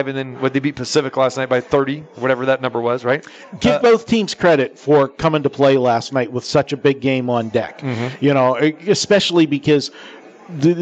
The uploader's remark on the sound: Live from the Superbook at Westgate Las Vegas